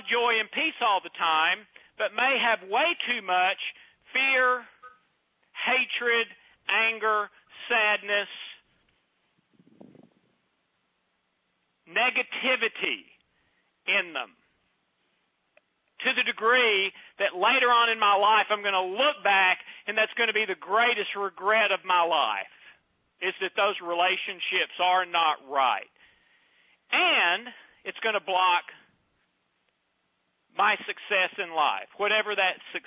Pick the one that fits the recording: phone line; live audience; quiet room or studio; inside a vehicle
phone line